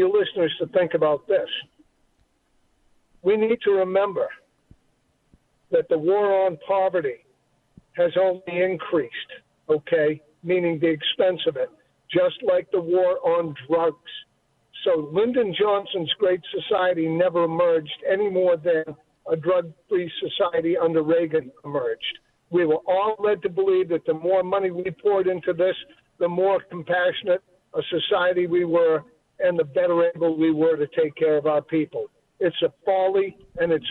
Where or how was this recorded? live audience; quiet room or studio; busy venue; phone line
phone line